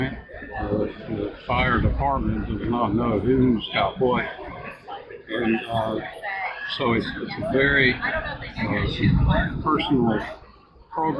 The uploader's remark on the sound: This is a special interview with 2 representatives from SelectWell from the recent NCAFC conference in Wilmington NC. The audio is a bit off due to the conference environment.